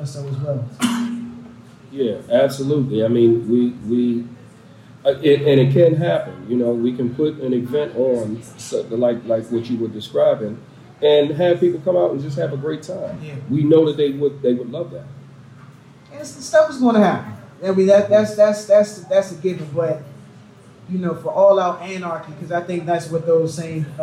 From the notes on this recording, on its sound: Recorded in February at a discussion event we had at &amp;bar, inside &amp;pizza located in DC's Chinatown. This week's episode was recorded in February at a discussion event we had at &bar, inside &pizza located in DC's Chinatown. We had a couple technical difficulties prior to start.